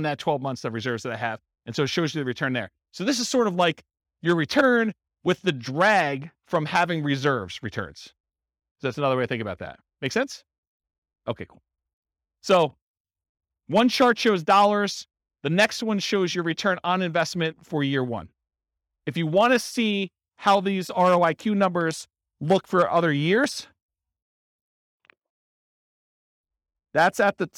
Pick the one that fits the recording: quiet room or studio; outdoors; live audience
live audience